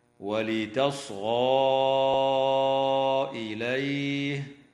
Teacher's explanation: تمد ألف الإشارة حال الوصل في قوله تعالى: ولتصغى إليه، بمقدار 4 أو 5 حركات من قبيل المد المنفصل